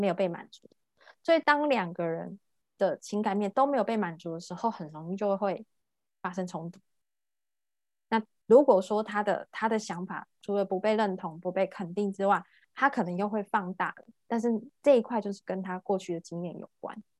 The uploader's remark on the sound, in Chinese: 聊聊好心芹ZOOM線上公益講座。